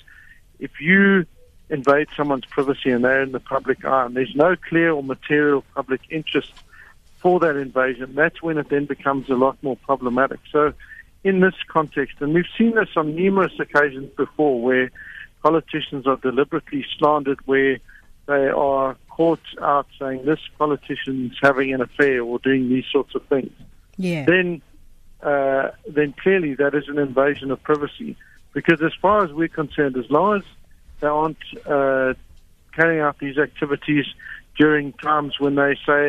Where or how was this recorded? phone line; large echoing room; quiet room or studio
phone line